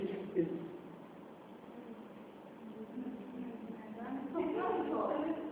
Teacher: السين لا يهتز فيها الوترين والزين يهتز فيهما الوترين.